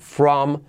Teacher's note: la R genera una U